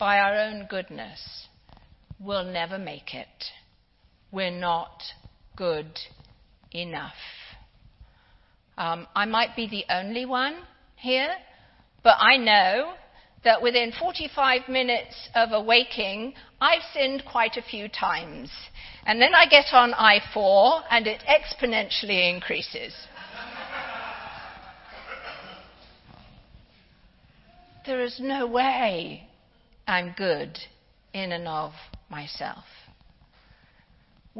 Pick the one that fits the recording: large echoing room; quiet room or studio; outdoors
large echoing room